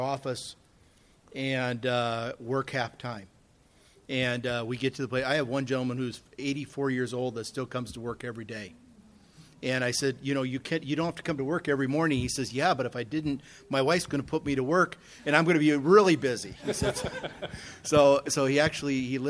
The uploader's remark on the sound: This seminar is an open interaction presentation with a panel of experienced ministry leaders to enhance the insight into succession planning.